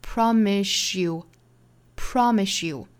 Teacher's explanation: 相当于是 s y 连读同话成 sh 的发音